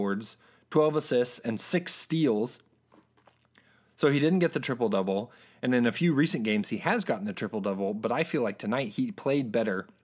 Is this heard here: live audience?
no